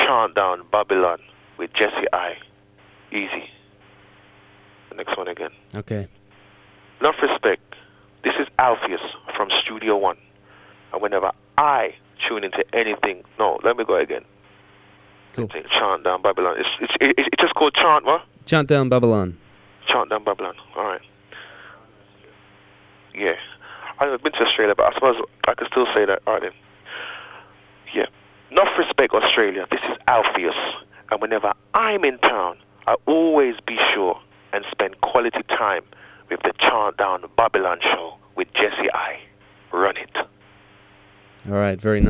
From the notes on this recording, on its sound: recorded via telephone